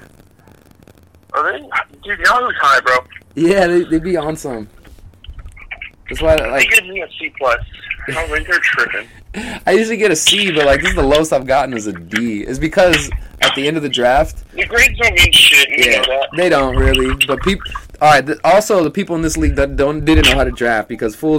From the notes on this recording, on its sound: back on the show via the batphone line once again